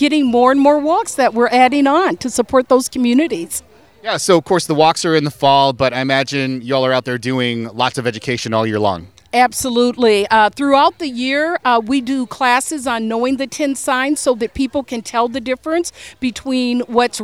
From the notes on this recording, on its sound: On-location at the 3rd annual Golden Valley Pride Festival.